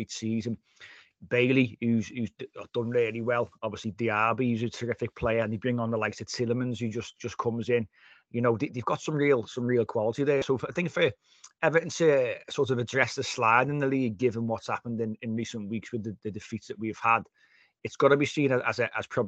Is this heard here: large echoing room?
no